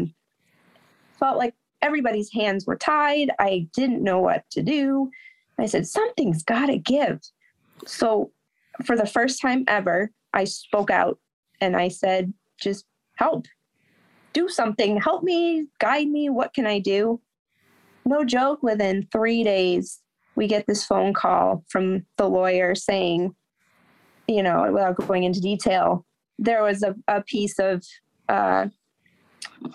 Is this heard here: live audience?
no